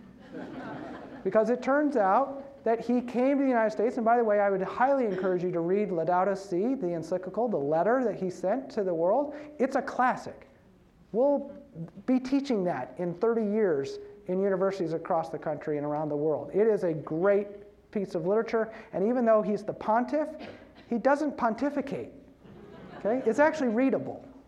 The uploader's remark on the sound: As part of the University of Washington Graduate School program BUNK: The Information Series on October 30 at UW’s Kane Hall.